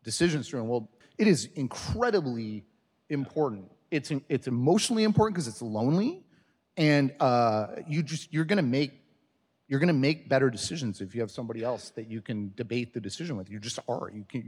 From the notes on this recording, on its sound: Recorded at the Desjardins Entrepreneurship Speaker Series.